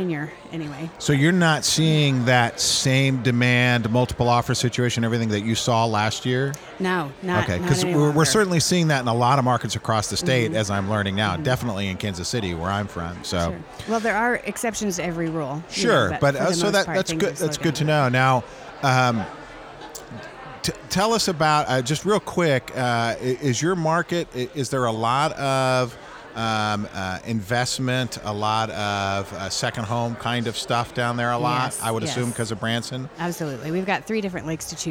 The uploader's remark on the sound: Took the show on the road to the Missouri Realtors Spring Business Conference and asked Realtors from across the state about their markets.